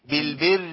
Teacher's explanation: الراء عندنا مشددة بالكسر